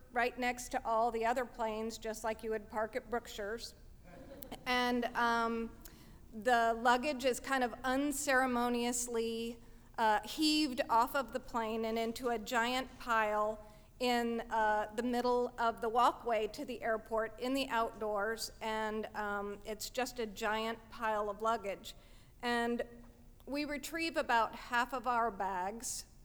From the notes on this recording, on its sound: At our 2015 live event, "Ladies Night,".